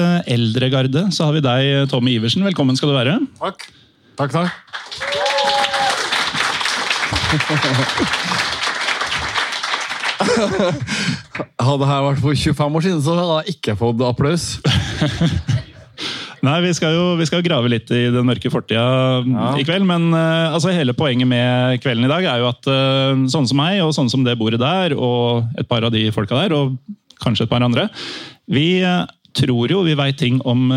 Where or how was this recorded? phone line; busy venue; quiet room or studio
busy venue